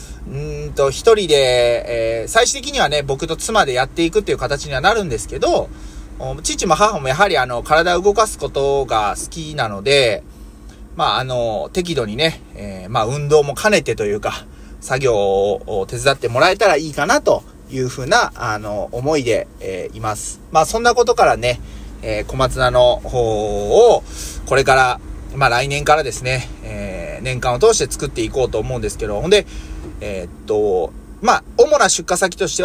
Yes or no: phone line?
no